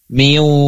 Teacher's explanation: Nah, tadi ya, kalaupun masuk udah enggak kelihatan nunnya, melebur pun sudah dalam bentuk yang lain, yaitu bentuknya wau. Jadi bukan min waro tetapi miwaro ditambah dengan gunnah mutawalah, dengung memanjang. Berarti ditahan miwaroi.